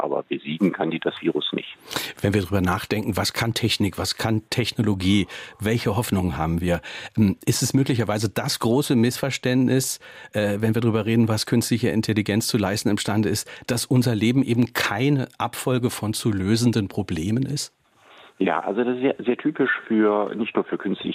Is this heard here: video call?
no